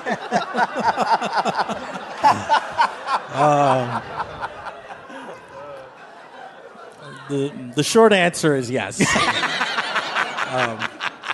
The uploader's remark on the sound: It's live WTF from Brooklyn!